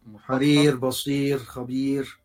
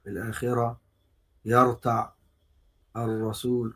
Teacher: لما تقول كلمة حرير شوف الراء مرققة · Shown in: first take